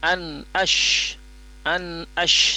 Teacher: nun di sini sukun ketemu huruf alif dia izhar ya, bunyi nunnya jelas.